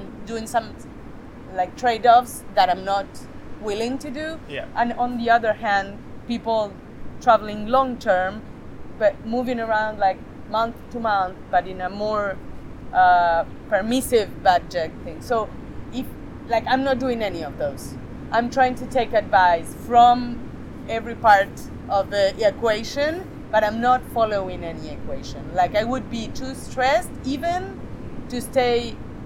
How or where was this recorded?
outdoors